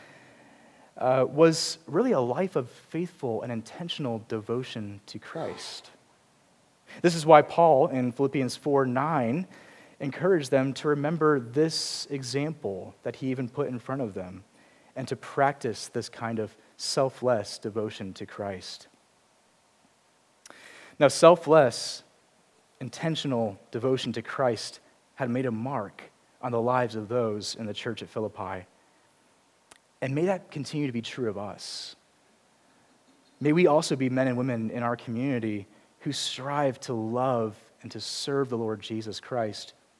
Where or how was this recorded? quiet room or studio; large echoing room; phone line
large echoing room